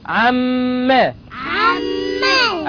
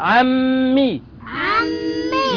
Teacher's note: أقف عليها بغنة بمقدار حركتين